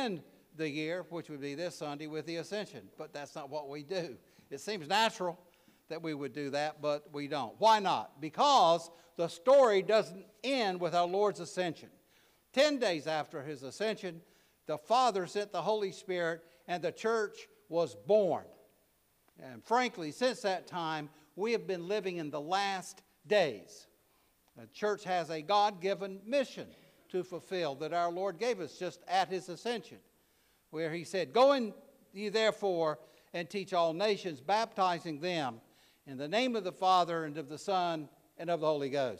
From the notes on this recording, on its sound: preached at All Saints Anglican Church in Charlottesville, VA on November 26, 2023